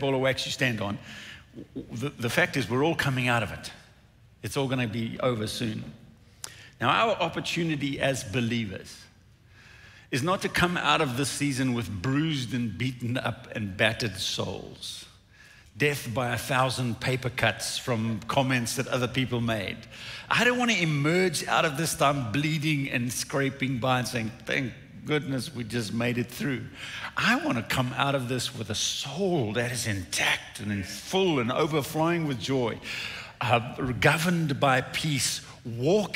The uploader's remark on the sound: recorded at Northlands Church on March 14, 2021